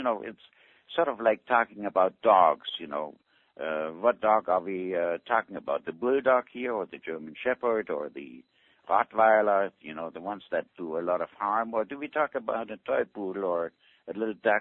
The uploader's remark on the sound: Avena Originals Conference Call